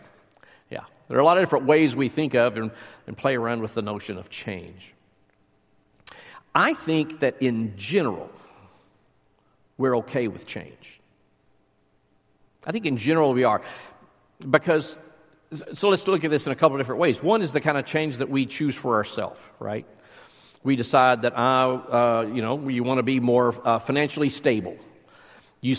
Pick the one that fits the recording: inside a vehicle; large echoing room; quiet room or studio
large echoing room